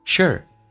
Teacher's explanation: 直接发 sh 加个 r,美式发音需要轻度卷舌